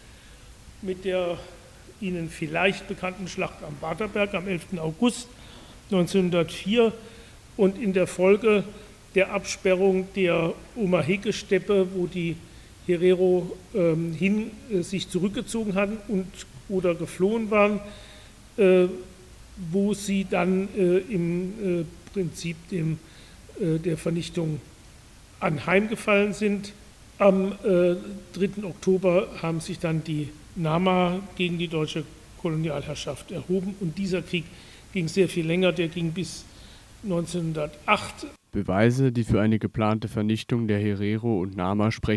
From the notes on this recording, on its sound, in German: einen Vortrag an der Uni Freiburg